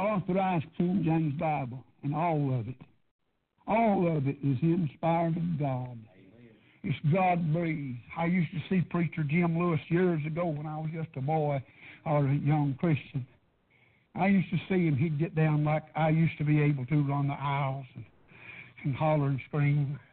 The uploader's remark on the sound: PREACHED PRAYER BAPTIST CHURCH